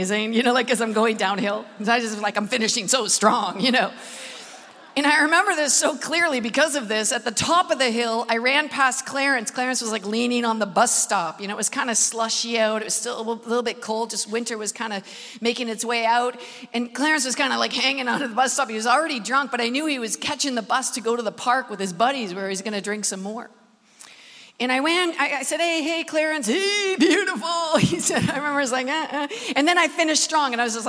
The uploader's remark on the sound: Recorded at the Manchester Apollo